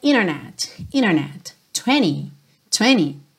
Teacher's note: uma palavra onde você tenha um N e logo depois um T, como por exemplo internet, muitas vezes esse T some. Isso é uma característica do inglês americano, alright? Então vira internet, internet, 20, 20, ok?